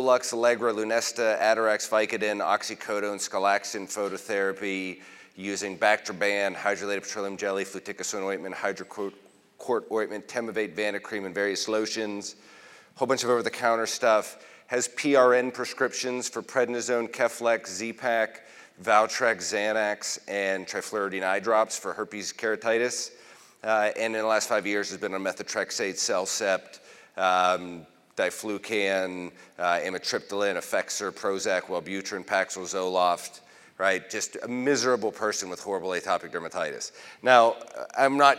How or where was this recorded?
large echoing room